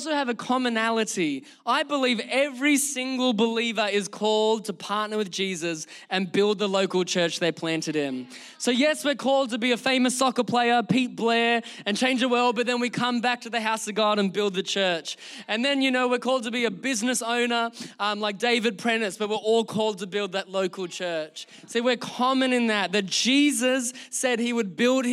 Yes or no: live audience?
yes